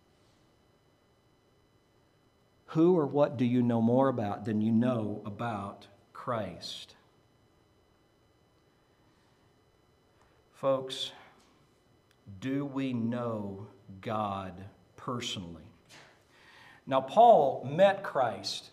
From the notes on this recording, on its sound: Preached at Maranatha Bible Church